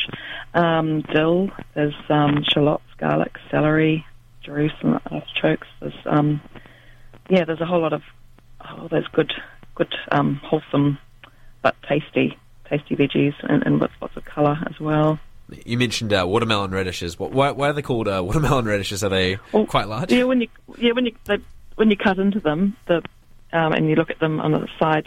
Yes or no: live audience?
no